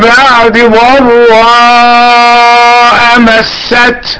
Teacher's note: خطفت الكسرة لكي لا تكتمل ويكون هذا الاختلاس على مذهب المتأخرين